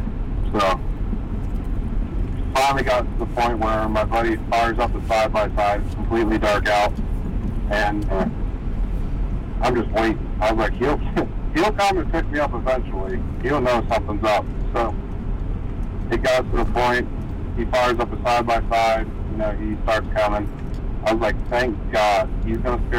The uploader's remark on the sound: Recorded in a truck so bear with the sound quality.